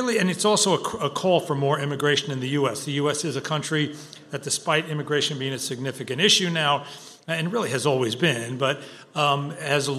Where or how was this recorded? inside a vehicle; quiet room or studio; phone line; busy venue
busy venue